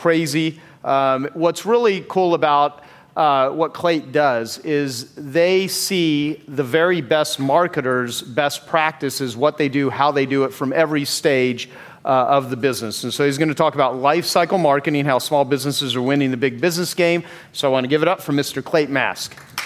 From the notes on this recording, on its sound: Recorded live at the Genius Network Annual Event.